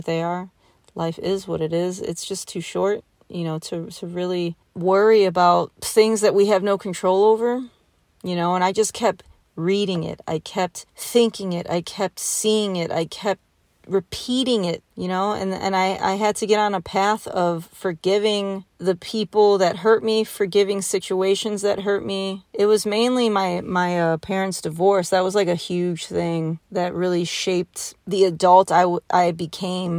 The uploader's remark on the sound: Sitting in my car late at night in Kentucky.